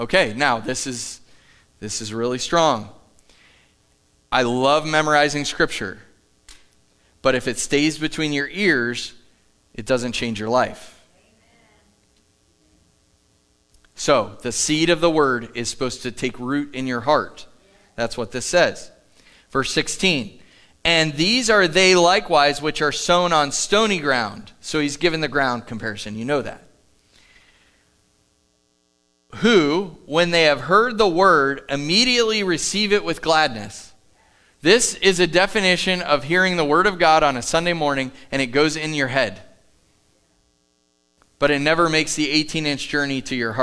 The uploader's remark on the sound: Live from The Summit Church in Dover, OH